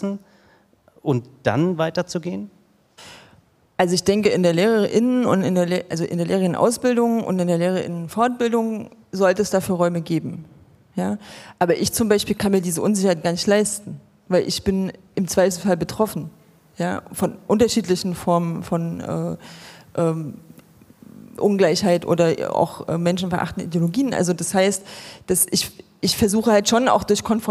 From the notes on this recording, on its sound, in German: Dies ist der Audiomitschnitt der 7.11.2019 in Wiesbaden geführten Podiumsdiskussion